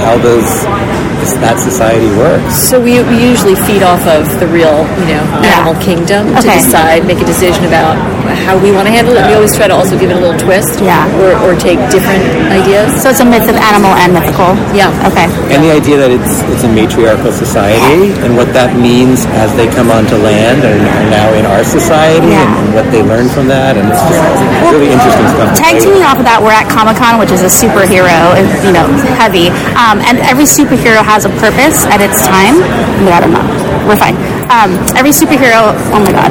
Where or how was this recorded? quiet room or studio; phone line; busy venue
busy venue